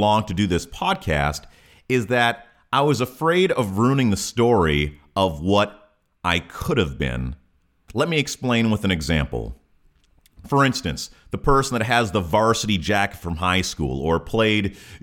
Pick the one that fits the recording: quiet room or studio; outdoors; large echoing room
quiet room or studio